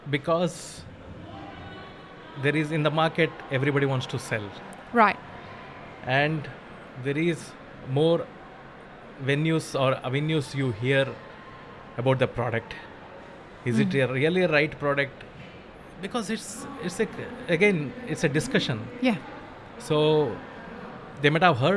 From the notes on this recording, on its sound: Live at WOC Dubai. Map It Forward and DXB Live is proud to present a selection of podcast episodes that were live-streamed from the show floor at World of Coffee Dubai 2024.